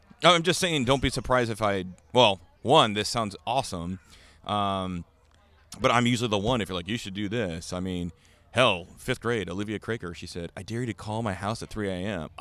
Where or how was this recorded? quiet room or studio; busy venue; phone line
busy venue